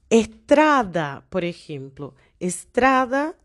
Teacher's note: el tra es la sílaba más fuerte es la penúltima, pero la última termina en vocal, entonces no ponemos acento.